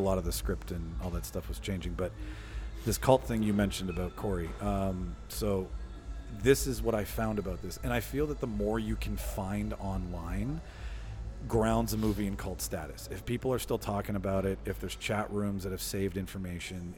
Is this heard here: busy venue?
yes